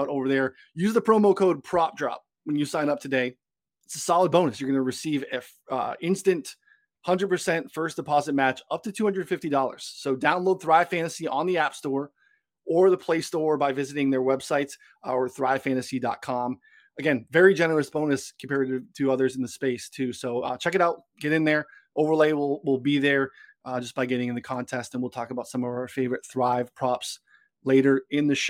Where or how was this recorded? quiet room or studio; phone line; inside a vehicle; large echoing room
quiet room or studio